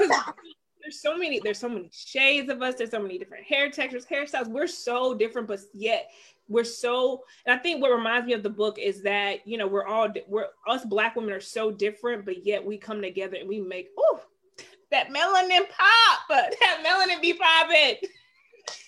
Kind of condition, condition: link, video call